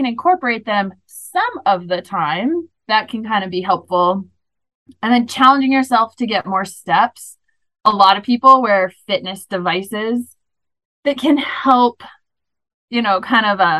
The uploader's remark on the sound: This is the audio from the webinar.